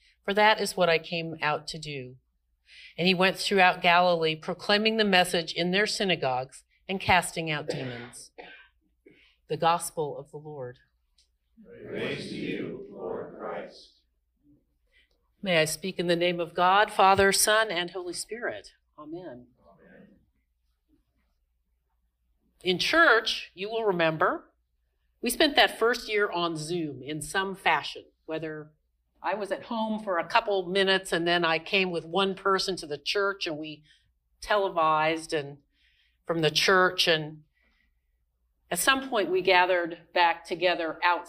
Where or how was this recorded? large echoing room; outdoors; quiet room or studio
large echoing room